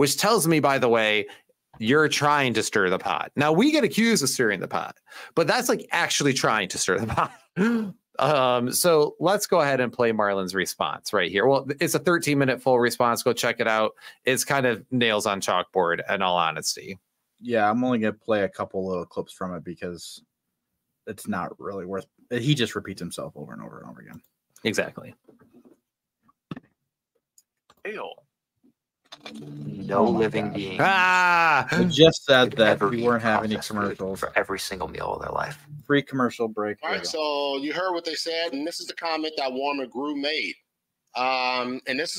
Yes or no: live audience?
no